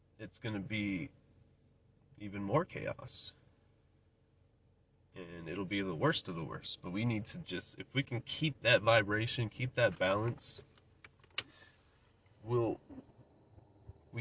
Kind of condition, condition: setting, inside a vehicle